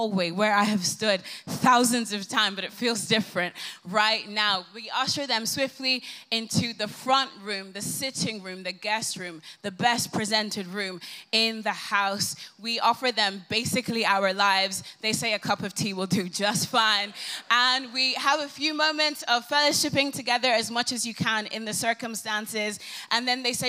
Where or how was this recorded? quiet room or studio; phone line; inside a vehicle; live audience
live audience